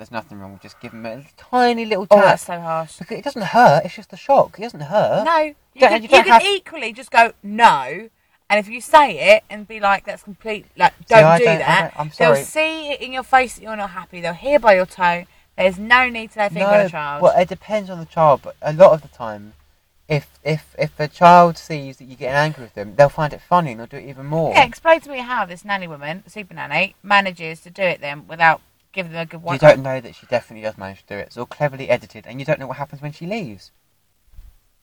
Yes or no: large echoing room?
no